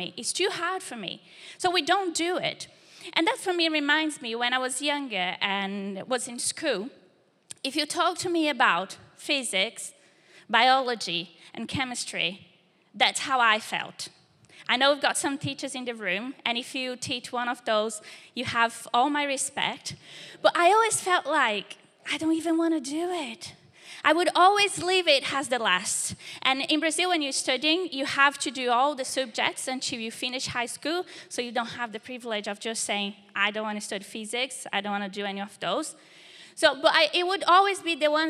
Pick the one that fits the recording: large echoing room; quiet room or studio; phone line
large echoing room